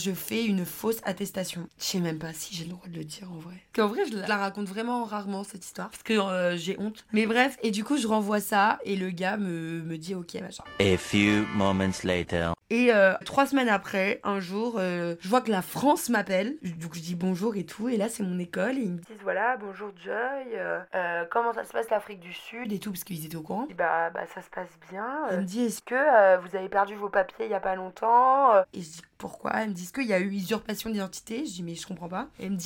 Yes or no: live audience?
no